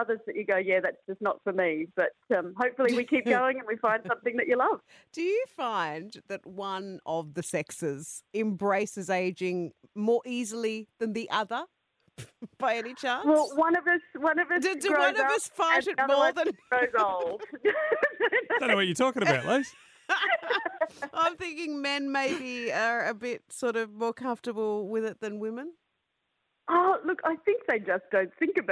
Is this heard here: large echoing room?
no